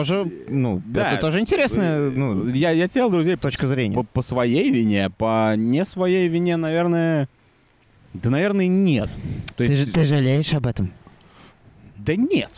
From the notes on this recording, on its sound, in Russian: Мы не будем бесконечно записываться на пляже